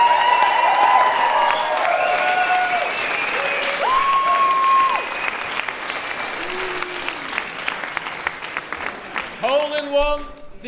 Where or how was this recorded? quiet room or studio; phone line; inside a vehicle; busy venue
busy venue